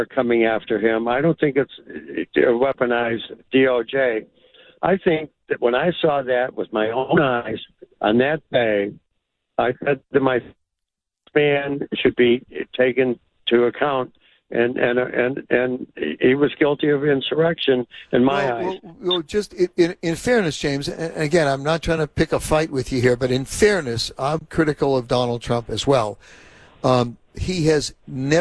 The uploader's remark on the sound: opened the phone lines for comment